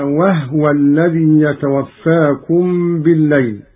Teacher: قرأ قالون بإسكان الهاء على التخفيف